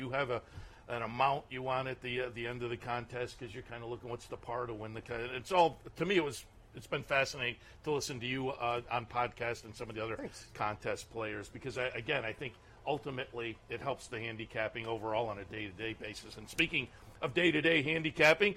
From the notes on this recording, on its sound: live from Saratoga Race Course